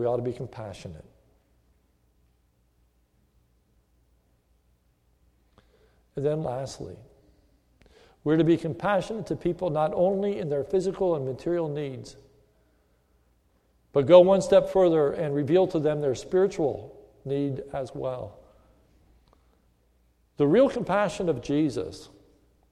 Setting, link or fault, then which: setting, large echoing room